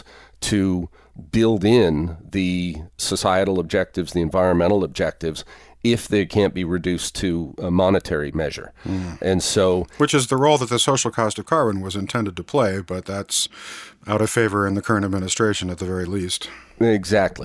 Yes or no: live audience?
no